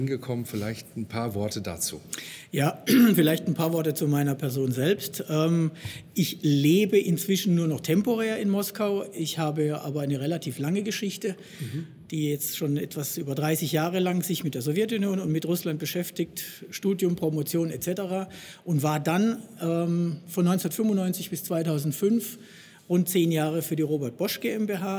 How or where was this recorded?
busy venue